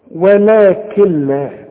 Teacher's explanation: لكن مؤقتا عايز اقول لك علشان تعرف تقولها، كل نون بعدها لام ما تنطقهاش عند الوصل، اشبك الكاف مع اللام، شوف ولكن لا، وكأن النون غير موجودة. · Term: ادغام كامل بدون غنة